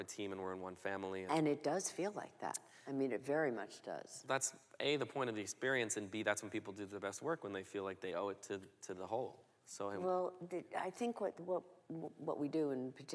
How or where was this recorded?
live audience